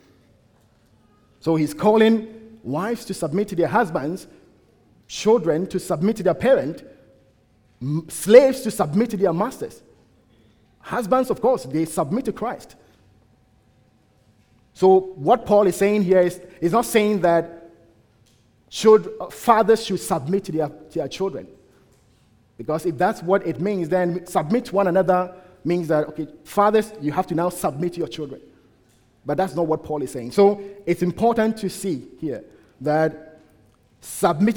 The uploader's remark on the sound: at the United Christian Church of Dubai